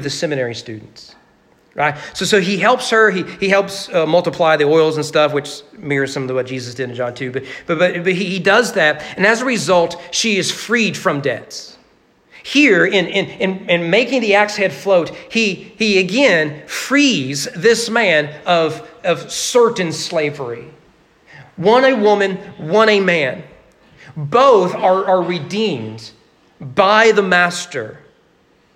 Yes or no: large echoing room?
yes